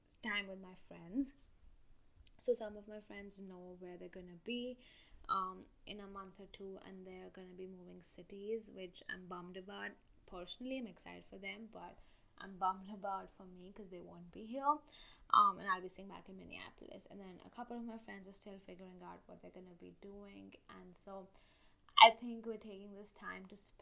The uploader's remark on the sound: This episode is a solo one. The audio is a little poor in the episode.